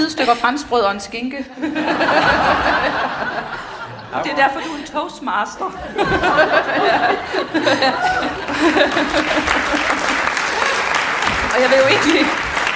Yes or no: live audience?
yes